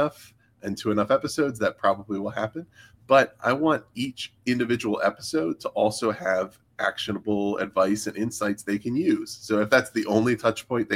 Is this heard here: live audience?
no